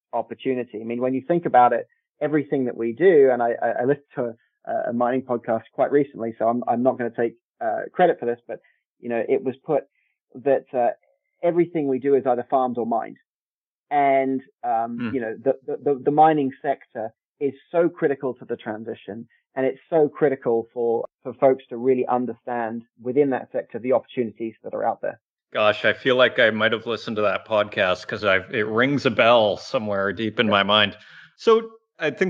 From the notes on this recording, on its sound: This week’s episode features Cameco’s Q1 conference call